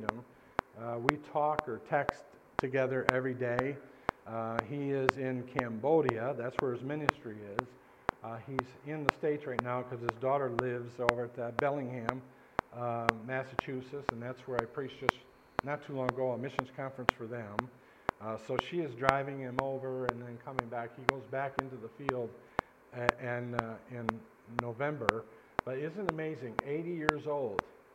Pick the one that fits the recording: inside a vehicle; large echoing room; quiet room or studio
large echoing room